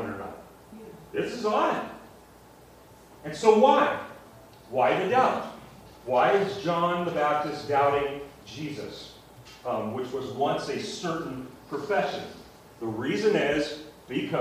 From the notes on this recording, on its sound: Sorry about the audio quality